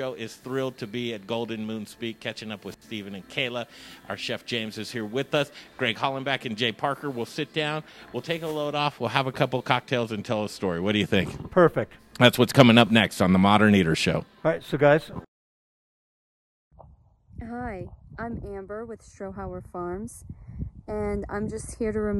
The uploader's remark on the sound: We're live at Golden Moon Speak and Golden Moon Distillery today